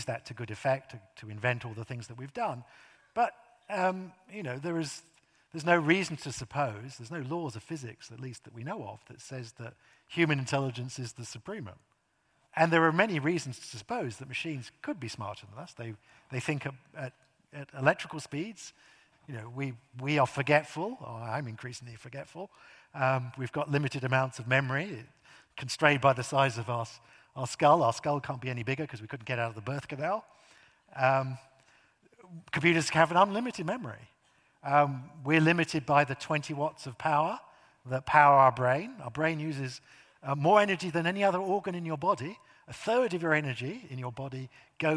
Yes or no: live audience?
yes